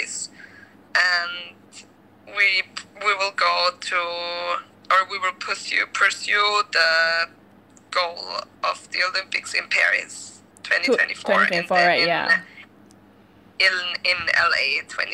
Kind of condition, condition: fault, poor sound quality